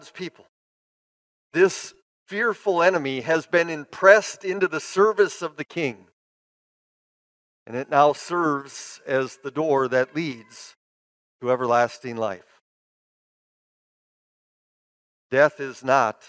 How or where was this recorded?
large echoing room